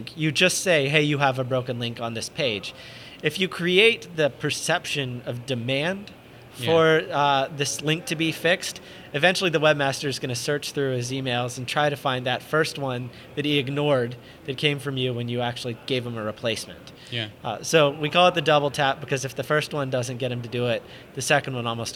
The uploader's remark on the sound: In this podcast recorded at Pubcon Las Vegas 2014